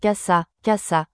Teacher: Exemple de mots oxytons avec accent sur la dernière syllabe.